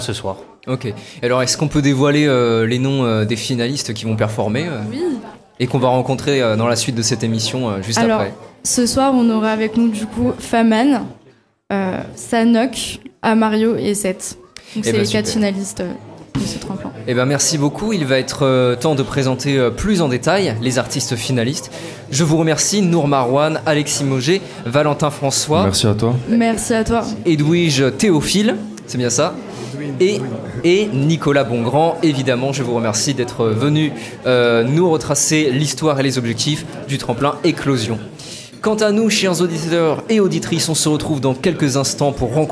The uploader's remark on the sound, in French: En direct du barouf pour la finale du tremplin éclosion